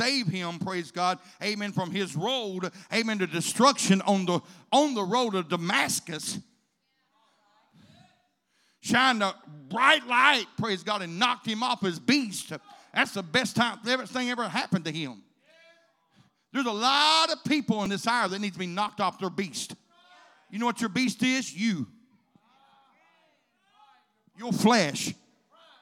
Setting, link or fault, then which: setting, large echoing room